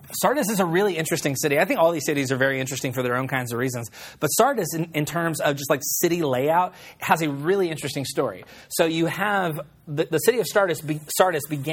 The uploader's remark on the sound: on May 8, 2016 at Collective Church in Roanoke, Texas.